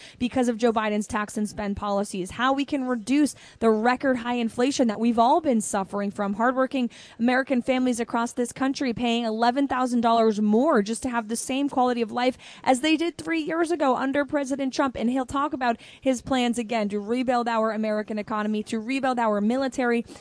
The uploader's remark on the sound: Live From CPAC